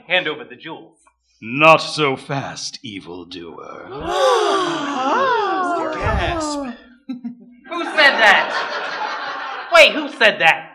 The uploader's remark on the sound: Recorded live at the Know Theatre.